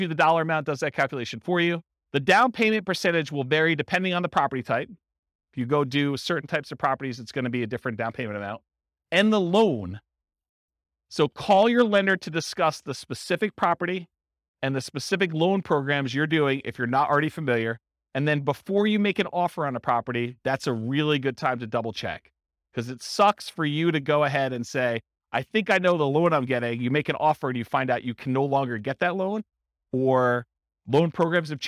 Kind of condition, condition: setting, live audience